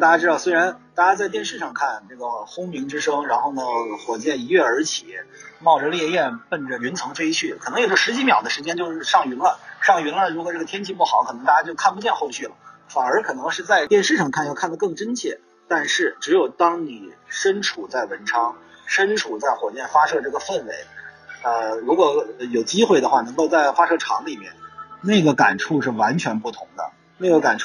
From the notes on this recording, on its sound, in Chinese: 这个地方就是海南文昌！我非常荣幸地在发射现场直击了这次航天盛事。在离开文昌前，我抓紧时间给大家录制了这期播客，虽然现场环境有些噪杂。